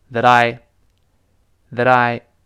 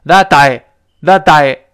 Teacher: 那个 t 会轻轻浊化，因为前面 a 或者 i 声带都震动 · Shown in: first take